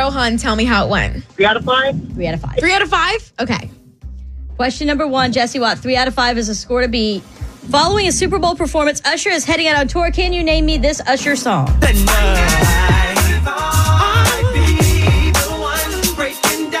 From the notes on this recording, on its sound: in the car this morning